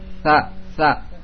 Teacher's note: dan tha sama seperti za, ujung lidah dengan ujung gigi seri atas. Tha, tha, bukan ta, tapi tha, tha, ditempelkan ujung dengan ujung.